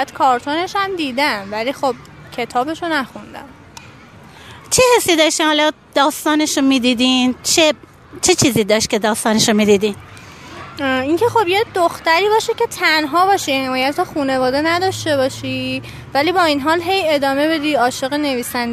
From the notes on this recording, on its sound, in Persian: مصاحبه مردمی. کاری از استودیو صداهای همراه.